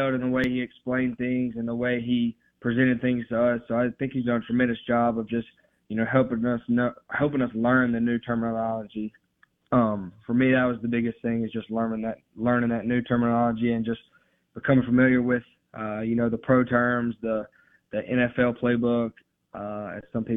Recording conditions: phone line